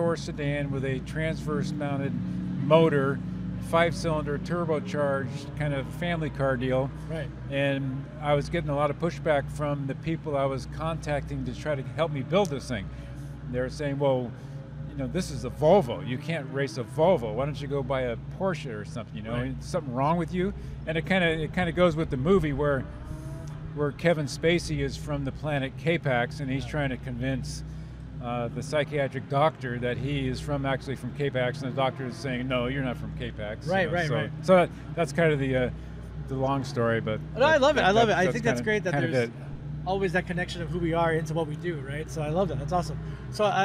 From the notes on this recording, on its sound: comes to you "live" From the GT Challenge Sonoma Raceway